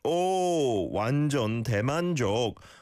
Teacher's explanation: it would be more like oh, as in an oh sound rather than an ah sound